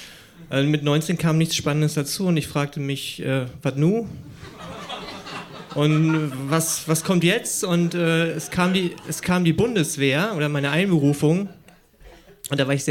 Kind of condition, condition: setting, live audience